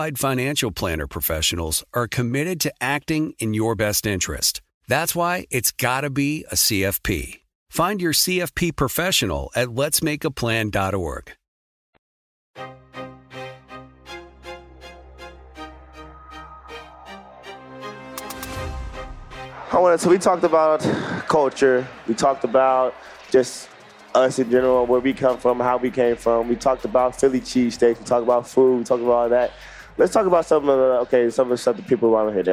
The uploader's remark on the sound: LIVE from NBACon at Summer League